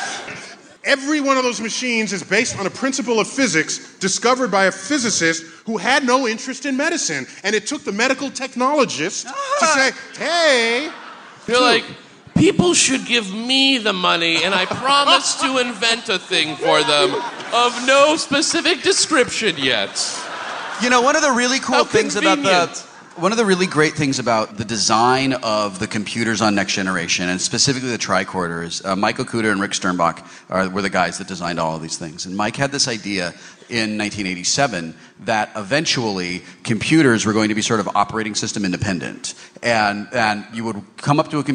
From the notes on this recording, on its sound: StarTalk Live! A Night at the Neptune Theatre. Joins StarTalk Live at the Neptune Theatre in Seattle.